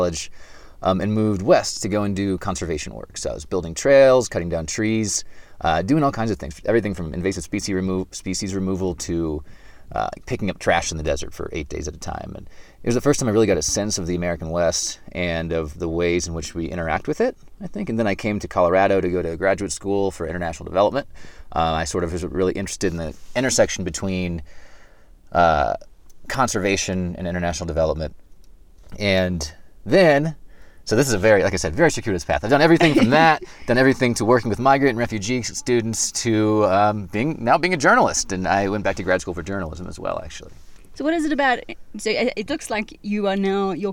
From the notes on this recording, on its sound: On the Lions Lair Spur Trail Head in Boulder Colorado with the intention of interviewing him out in nature but it was so windy that we ended up having a sauna-like and somewhat noisy interview in the car!